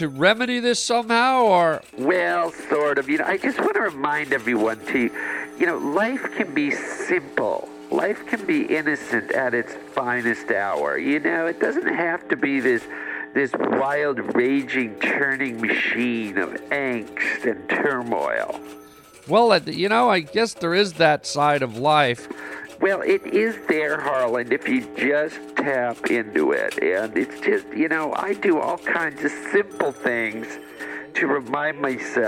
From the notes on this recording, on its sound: today we take listener phone calls